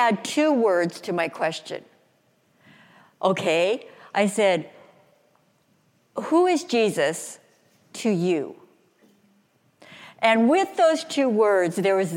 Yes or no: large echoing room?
yes